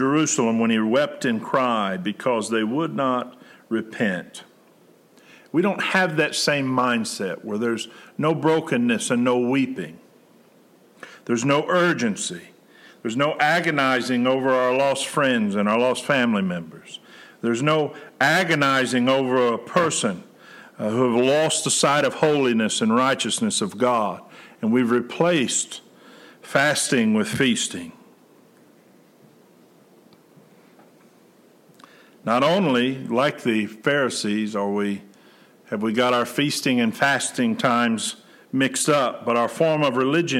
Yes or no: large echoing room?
yes